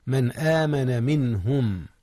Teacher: أظهرت النون قبل الهاء وهي من أحرف الحلق · Term: إظهار